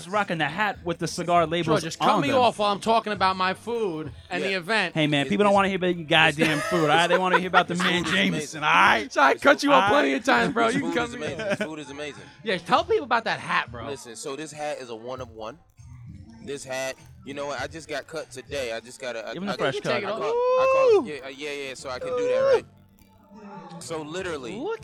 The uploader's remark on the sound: LIVE from New York Cigar Weekend